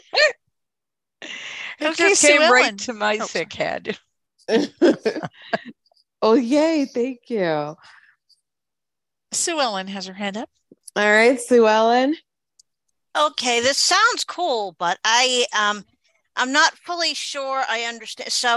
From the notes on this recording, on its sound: Originally Broadcasted June 26, 2023, on ACB Zoom.